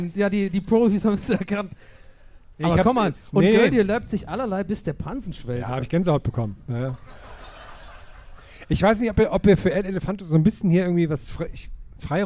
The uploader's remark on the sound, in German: Wir haben uns in Leipzig eine Bühne mitten ins Auge eines Orkans stellen lassen. Gästeliste Geisterbahn live in Leipzig auf der Moritzbastei.